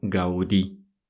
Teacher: В Испании ударение ставится на последний слог «Гауди». Не «Гауди», как мы привыкли это говорить, а именно «Гауди».